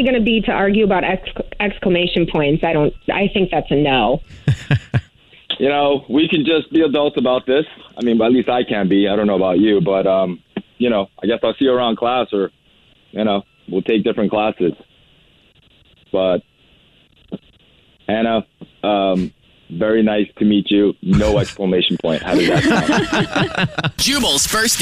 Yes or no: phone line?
yes